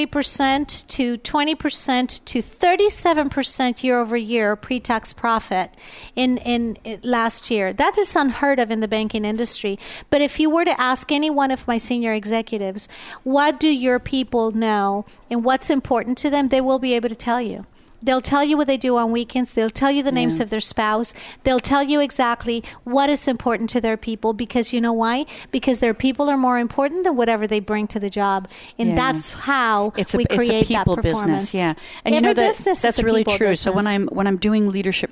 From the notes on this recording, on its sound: Live at the California Women's Conference. Join VoiceAmerica and Special guest Hosts as we Broadcast day 2 Live form the Largest Women's conference in the USA! We will be live for 2 days bringing you all the event action, keynote speakers and VoiceAmerica hosts.